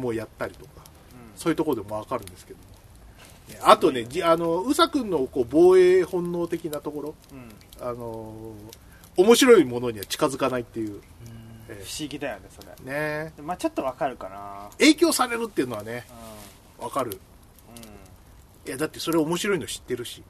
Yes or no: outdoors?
yes